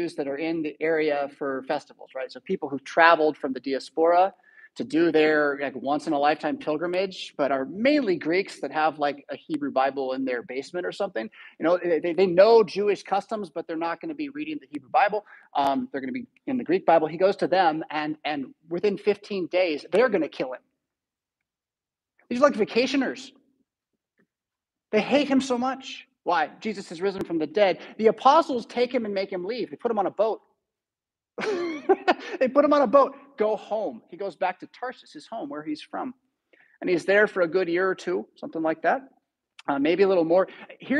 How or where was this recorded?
large echoing room